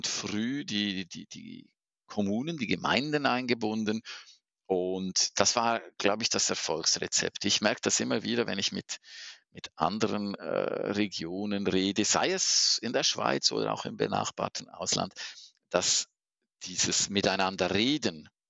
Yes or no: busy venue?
no